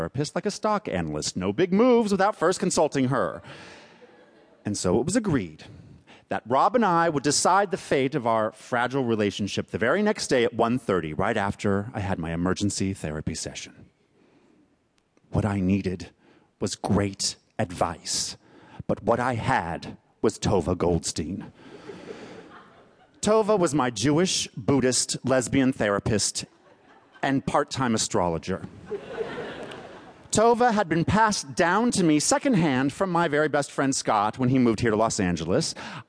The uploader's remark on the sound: This piece was recorded at Un-Cabaret's reading series, Say the Word, featuring great comedy writers reading their own original first-person nonfiction at the Skirball Cultural Center in Los Angeles.